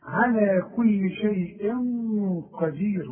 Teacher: والغنة تخرج منين؟ من الخيشوم ومفخمة